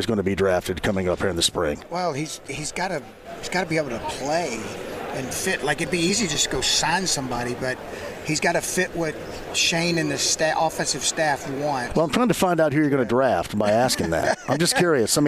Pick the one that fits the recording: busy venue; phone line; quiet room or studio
busy venue